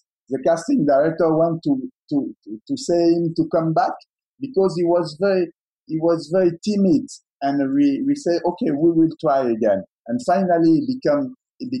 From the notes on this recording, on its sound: in a virtual Q&A